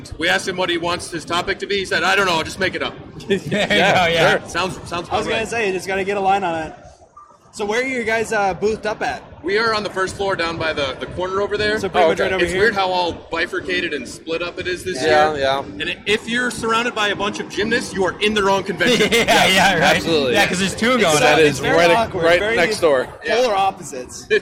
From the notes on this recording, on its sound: The Caffeinated Creators take the Midwest Gaming Classic by storm! Podcast episode LIVE at the convention!